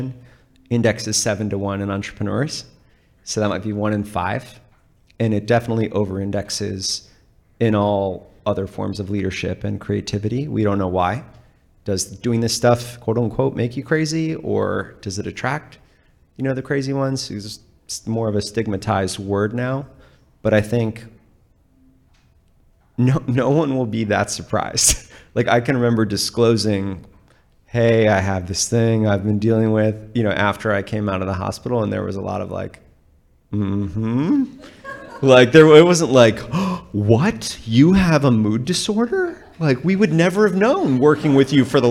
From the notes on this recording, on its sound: This episode was recorded in front of a live audience at the American Writer’s Museum in Chicago.